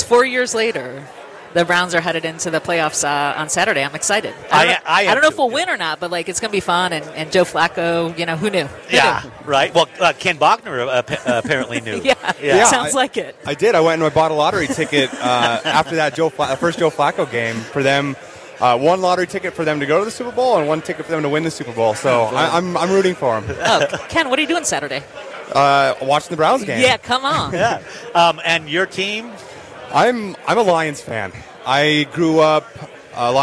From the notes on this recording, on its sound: Broadcasting LIVE – MT Chamber’s Business Days at the Capital